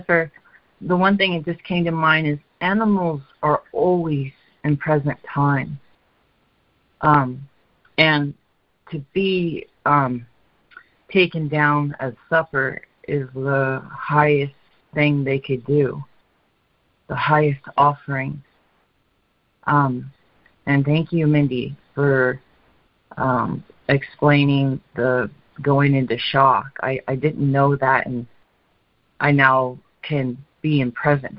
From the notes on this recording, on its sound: ACIM Daily Conference Call